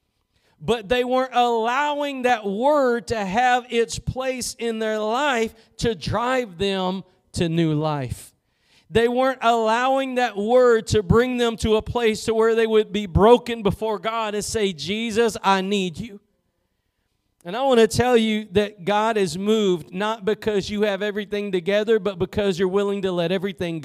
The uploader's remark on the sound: Preached at Gospel Lighthouse in Bossier City, La.